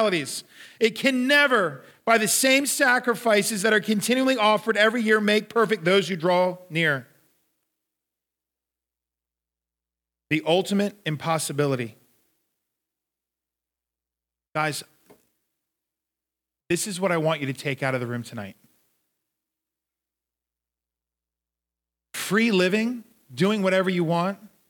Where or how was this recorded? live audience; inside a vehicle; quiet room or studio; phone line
live audience